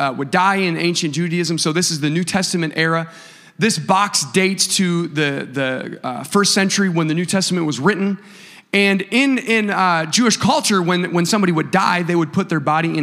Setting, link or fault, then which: setting, large echoing room